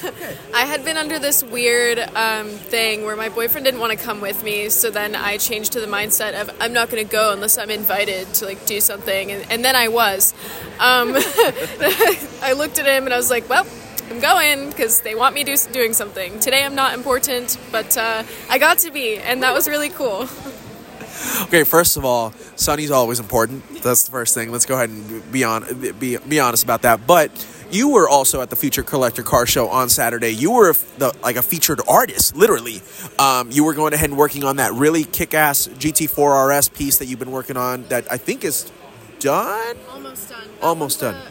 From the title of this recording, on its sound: Live from Barrett Jackson